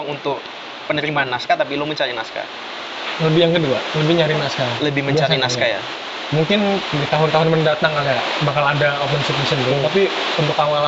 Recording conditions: background noise